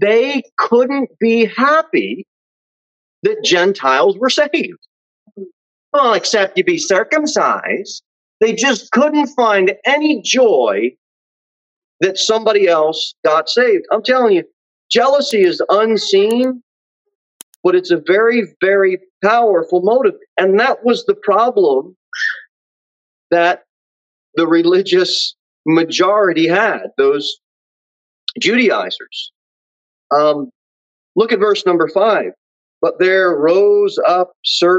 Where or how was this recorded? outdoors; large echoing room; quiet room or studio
large echoing room